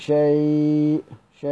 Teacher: يبقى كلمة شيء حيثما وقعت في القرآن الكريم سواء كانت مكسورة أو مرفوعة أو مضمومة أو منصوبة، فبقراها بالتوسط والإشباع، اللين المهموز، اللين المهموز بيقرأ سيدنا ورش بالتوسط والإشباع